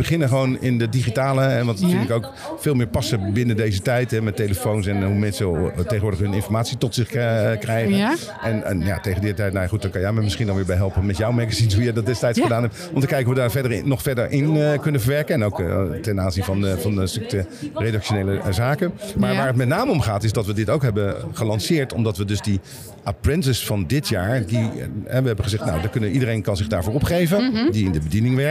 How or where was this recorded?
busy venue